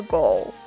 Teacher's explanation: Instead, you'll need to forgo immediate gratification and keep your eyes on the goal.像最后这个 goal 啊，也是要注意舌侧音，舌头要顶到上牙膛。这个感觉就是一定要和我们就是走的这个词 go 是要区分开的啊，因为它后边还多了一个这个辅音 l 啊，一个舌侧音。